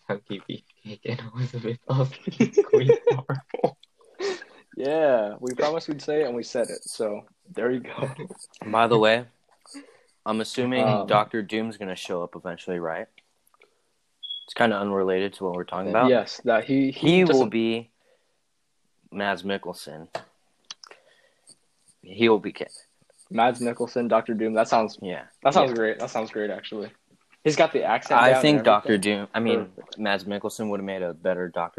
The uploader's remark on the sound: Slight technical difficulties hosting our largest ever episode.